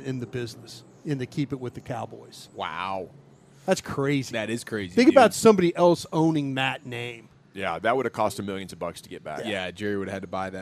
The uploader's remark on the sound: Texas Rangers Locker room audio